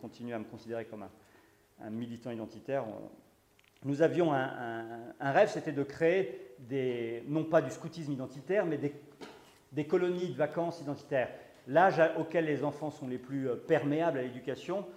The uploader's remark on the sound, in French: Conférence donnée à Academia Christiana lors du colloque "l'identité contre la nouvelle tour de Babel" en aout 2016 à Sées - Normandie.